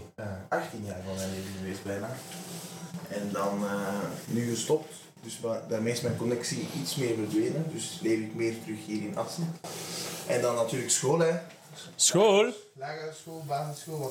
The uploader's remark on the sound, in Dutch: Er liep iets fout met de opname